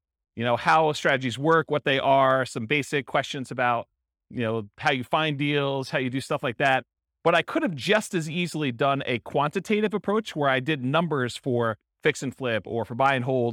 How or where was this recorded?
live audience